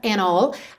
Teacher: ou seja, não ouve o D do and